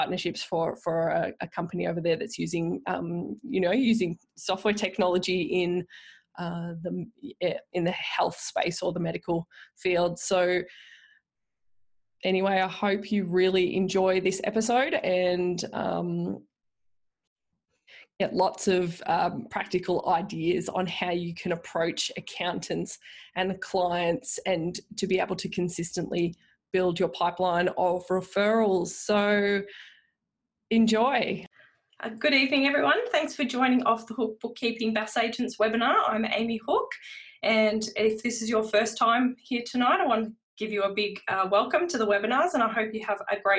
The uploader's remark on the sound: originally a recorded webinar